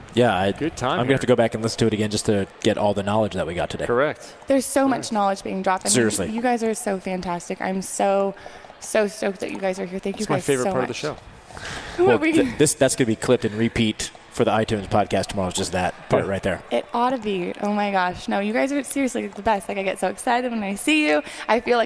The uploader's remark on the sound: Travel to Las Veags with a special edition of The Net Live from the Red Rocks Rave tournament brought to you by the Southern Califonia Volleyball Association (SCVA).